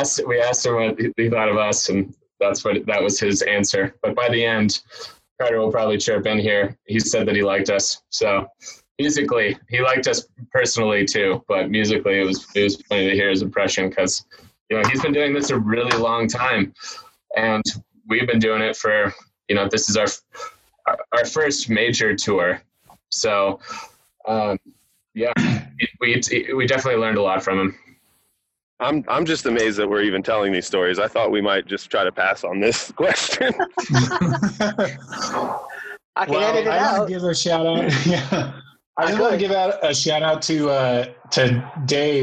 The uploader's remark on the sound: We talked to the entire band over zoom